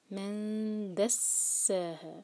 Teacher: نون پر اخفا اور دال کے لیے زبان تیار